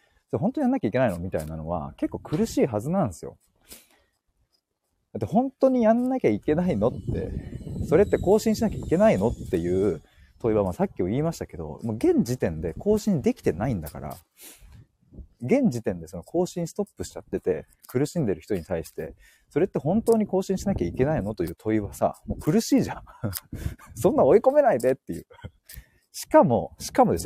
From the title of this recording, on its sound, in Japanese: 歩きながら話します